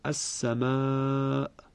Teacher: ابتدا حرف مدی قرار دارد و بعد هم سبب مدی که اینجا همزه هست در همون کلمه وجود دارد، مثل کلمه السماء که اینجا صدای کشیده آ و بعد هم بلا فاصله حرف همزه · Term: مد متصل